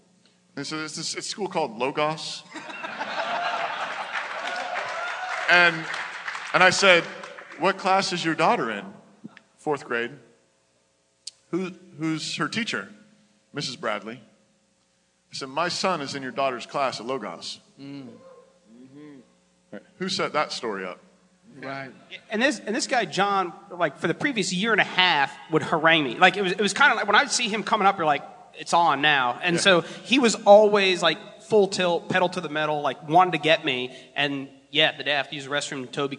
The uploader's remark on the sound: Fight Laugh Feast Conference: LIVE SHOW!!!